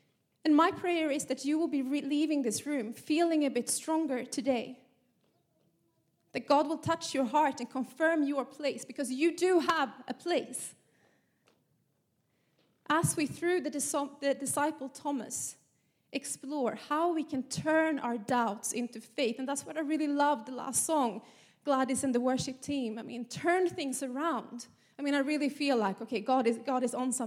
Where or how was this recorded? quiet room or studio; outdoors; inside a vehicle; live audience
live audience